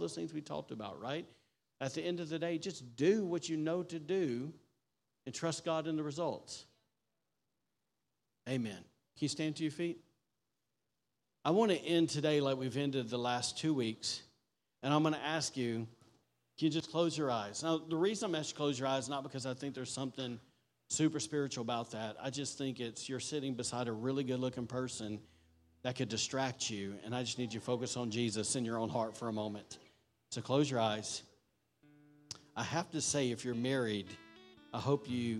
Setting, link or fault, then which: setting, large echoing room